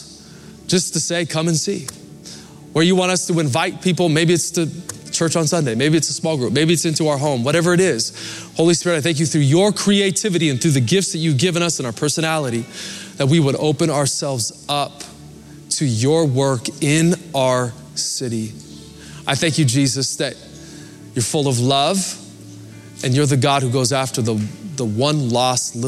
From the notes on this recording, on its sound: Recorded live at Capital Church, Meridian, Idaho